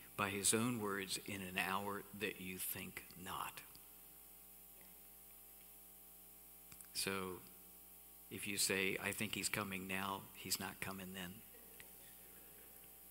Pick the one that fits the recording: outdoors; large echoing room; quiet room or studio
large echoing room